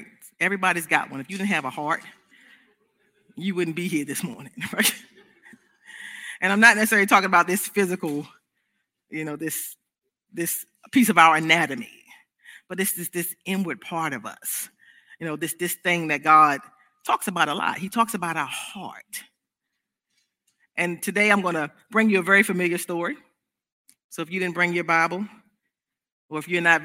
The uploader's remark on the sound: This service was recorded live on Sunday, August 8th, 2021 at Newark United Pentecostal Church.